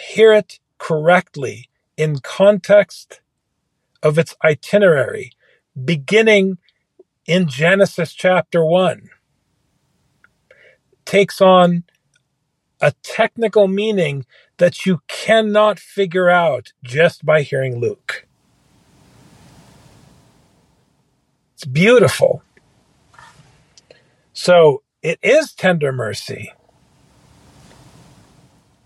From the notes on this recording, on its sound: A cloud service provider outage, one co-host recovering from illness, and the other recording from a parked car somewhere with only two bars on a mobile device.